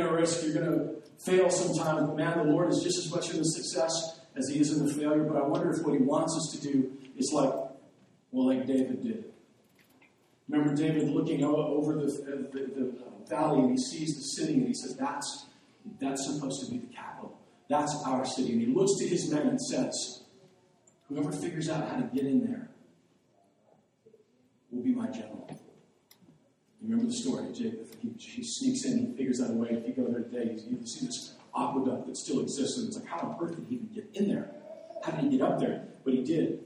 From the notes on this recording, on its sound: The audio on this wasn't recorded properly